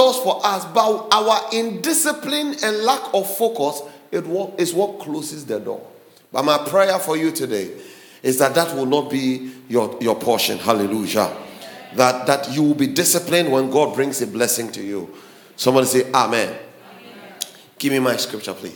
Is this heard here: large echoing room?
yes